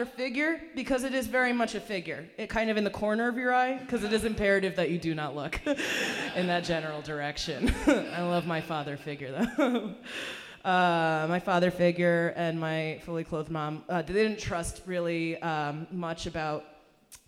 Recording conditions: busy venue